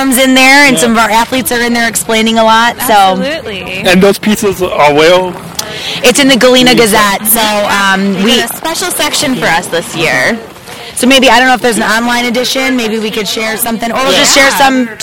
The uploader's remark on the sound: 2018 Winter Games LIVE From Galena, IL